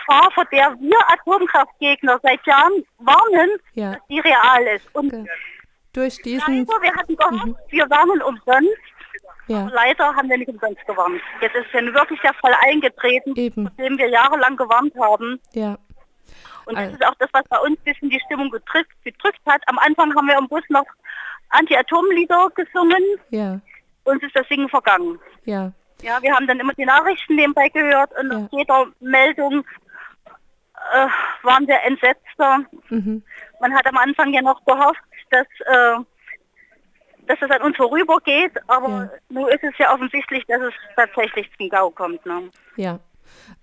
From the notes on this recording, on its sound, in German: bei Radio Darmstadt über Telefon aufgezeichnet